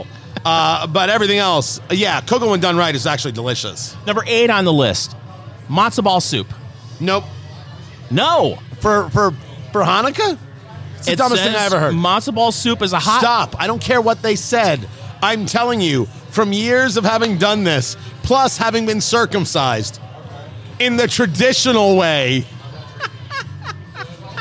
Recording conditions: busy venue